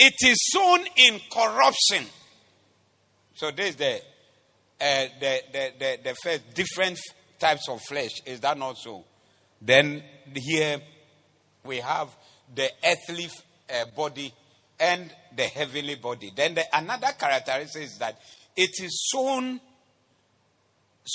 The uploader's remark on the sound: Preached at the Doxa Service